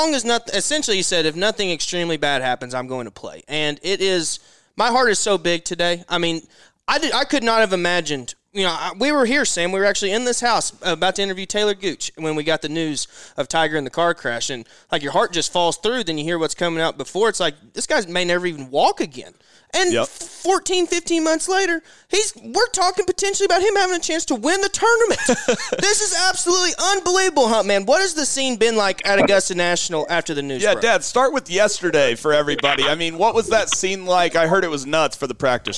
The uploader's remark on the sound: Live from Augusta!